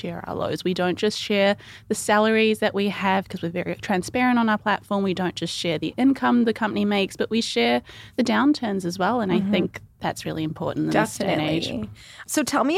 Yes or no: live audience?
no